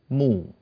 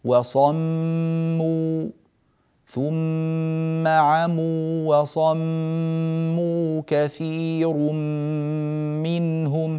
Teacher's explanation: الميم المشددة عبارة عن جزئين، الجزء الأول منها ميم ساكنة، الثانية المضمومة نضم معها الشفتين